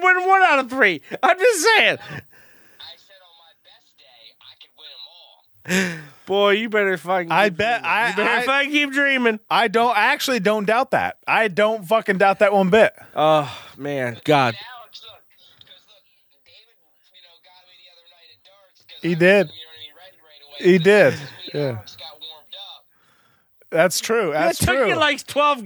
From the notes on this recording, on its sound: We have a special guest call.